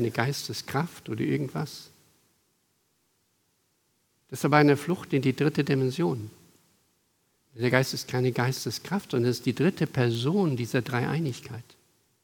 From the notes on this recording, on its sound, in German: Aufgezeichnet im Gottesdienst mit Abendmahl der Ev. Melanchthongemeinde Griesheim am 28.05.2023.